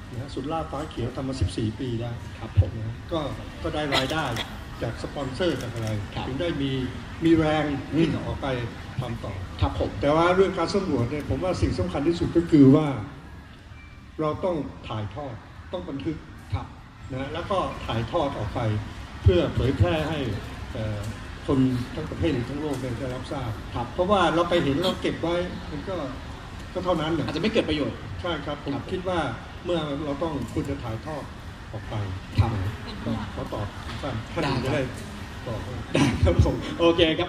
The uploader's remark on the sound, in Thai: เสียงจากงานมอบรางวัล Explorer Awards 2018 ของ National Geographic Thailand. วิดิโอถ่ายทอด live จากเพจของ Nat Geo Thailand ครับ.